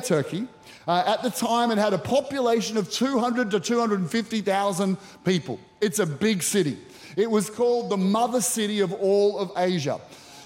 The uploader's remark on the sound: Recorded during our 5pm service on Sunday, the 6th of August 2023.